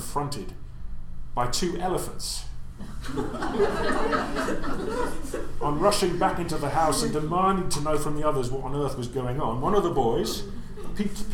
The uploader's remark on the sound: This episode was recorded at a Heritage Hour earlier in 2019